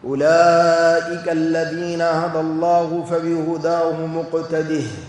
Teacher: قراءة الجمهور بهاء السكت وصلا ووقفا